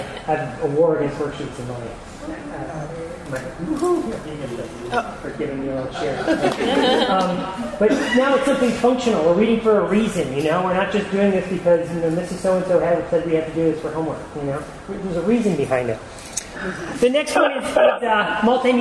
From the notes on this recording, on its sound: This episode features a recording of a live presentation. At the 2012 Virginia Society for Technology in Education Conference.